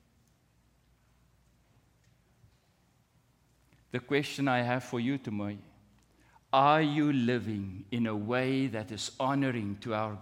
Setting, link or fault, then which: setting, large echoing room